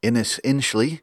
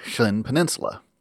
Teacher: both of those names have the Welsh double L, the voiceless alveolar lateral fricative